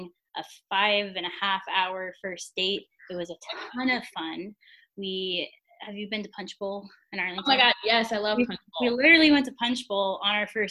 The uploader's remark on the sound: Our first Zoom recording episode!